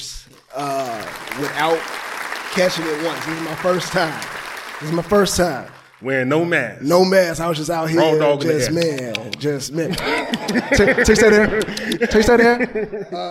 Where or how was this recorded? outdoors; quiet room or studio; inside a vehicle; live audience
live audience